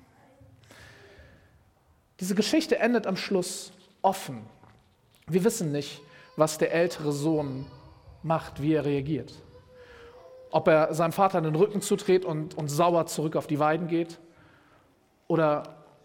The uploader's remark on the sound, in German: Predigt im Rahmen des GreifBar+ Gottesdienstes